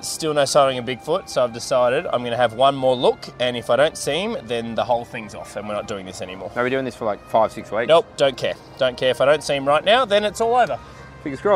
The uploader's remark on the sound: Live From The Sydney Harbour Bridge!